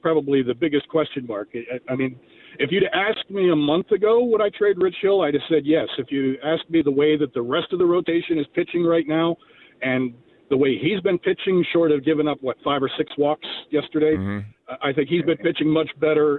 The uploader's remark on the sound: In this hour, many fans call